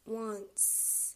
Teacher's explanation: this ends in a T, which is unvoiced. So it makes an S-like, a C-like sound, wants. And we can look at another word, like video.